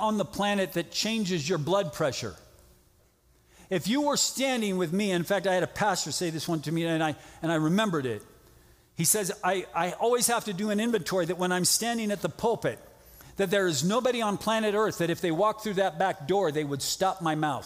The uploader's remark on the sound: from the 2021 Southwest Men's Conference, Generation 2 Generation